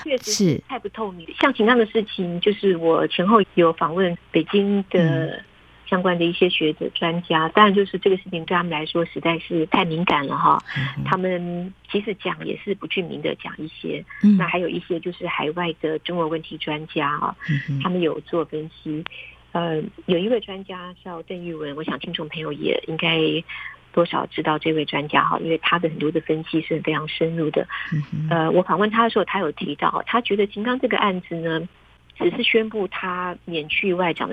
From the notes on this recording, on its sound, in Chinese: 連線訪問中央社駐北京記者。